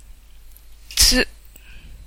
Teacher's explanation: すとつ。すとつの発音の違い。難しいですね。すもつも口の形は全く変わりません。うくすつぬと言ってみても口の形は全く変わりません。下の動きだけで音が変わります。口の中は見せられないので言葉で説明してもわかりづらいかもしれませんが、すを発音するときは、うを発音するときより、舌を上に上げて、空気を隙間から出すように発音します。す、つを発音するときは、舌先を上顎の真ん中あたりにくっつけて、息を通す感じです